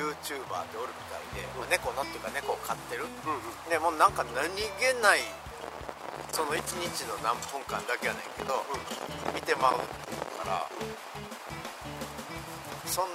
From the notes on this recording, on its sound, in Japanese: 今回は雑音・雑談ひどいので。